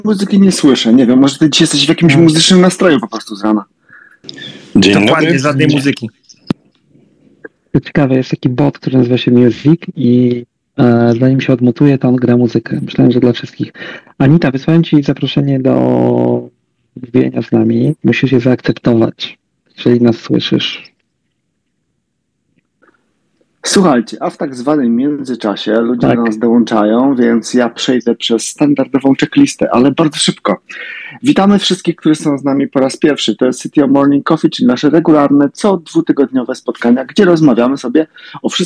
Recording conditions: video call